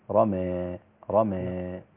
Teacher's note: ورمى عند حفص أما عند خلف فهي بالإمالة فتصير رمى